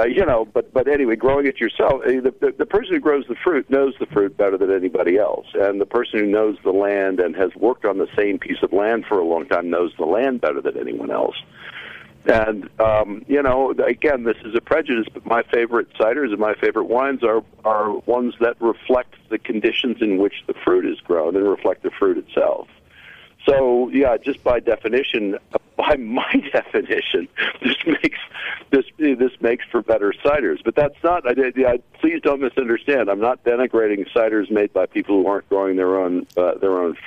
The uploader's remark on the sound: on the phone